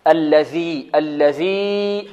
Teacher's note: من أين تخرج الذال؟ طرف اللسان مع أطراف الثنايا العليا، الثنيتين العليين، واضح إن شاء الله تعالى. · Term: ذال معجمة